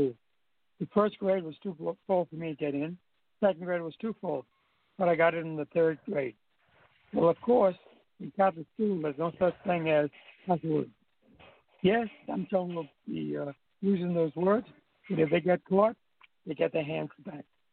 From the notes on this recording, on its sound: welcome to the debut of our call-in show.